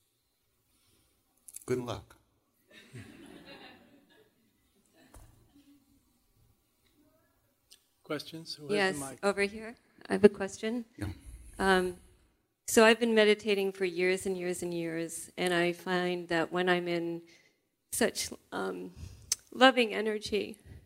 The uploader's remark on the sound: live on stage to share an evening of music, chanting and wisdom